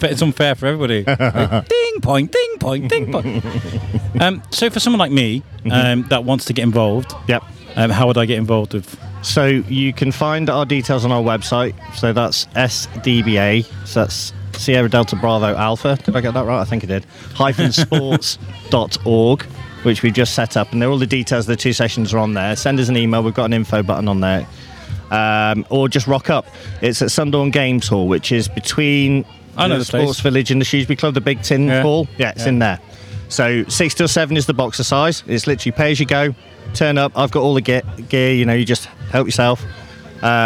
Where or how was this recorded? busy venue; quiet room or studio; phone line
busy venue